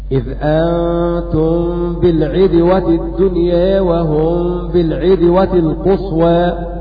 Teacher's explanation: ابن كثير وأبا عمرو كسروا العين في قوله تبارك وتعالى